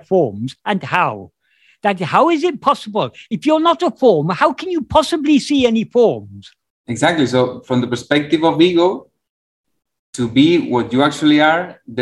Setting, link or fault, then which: link, video call